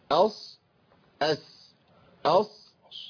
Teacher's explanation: الصاد تاخد هيئة تدوير بسيط للشفتين بيدل على تفخيم